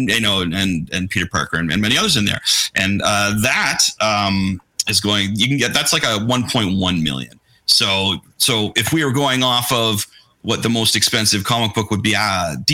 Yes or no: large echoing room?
no